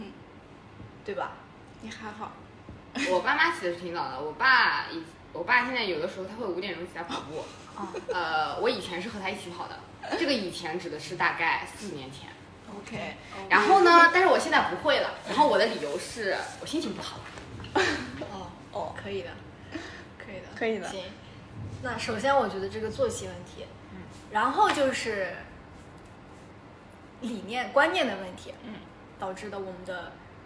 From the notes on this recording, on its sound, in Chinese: 第一期录制和剪辑都很粗糙